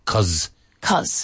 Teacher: Cuz. Yeah, even though it's an S, it's pronounced like a Z